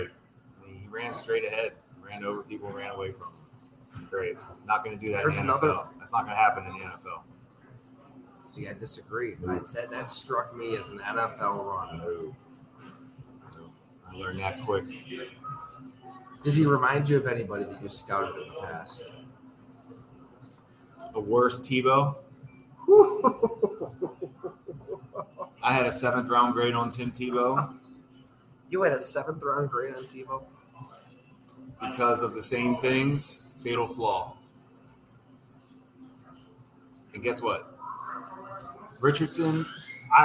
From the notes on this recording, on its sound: We engage in a hearty debate live at Fattey Beer's Orchard Park location.